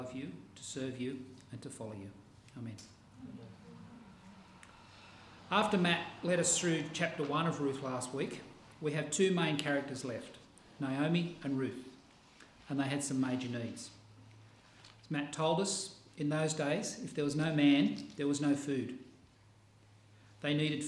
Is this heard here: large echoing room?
yes